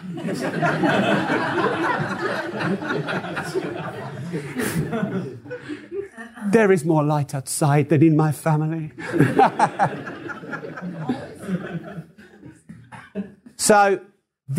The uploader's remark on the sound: live to an open Q&A event